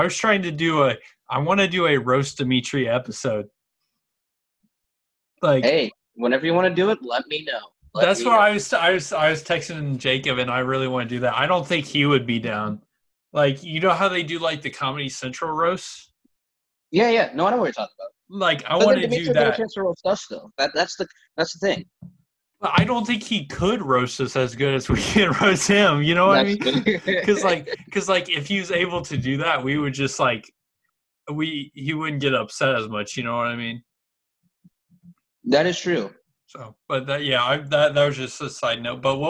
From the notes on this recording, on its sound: sit down on Zoom and have a chat